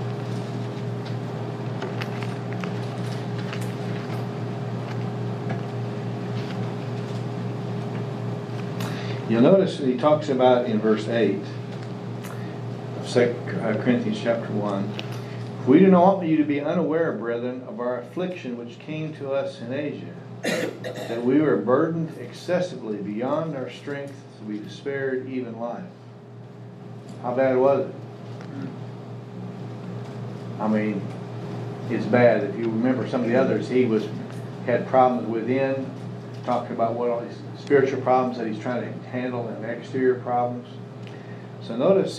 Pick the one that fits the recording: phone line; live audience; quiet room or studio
live audience